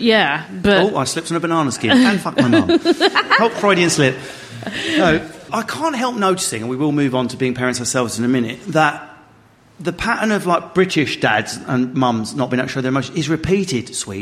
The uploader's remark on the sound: In front of a live studio audience at Carat in Manchester.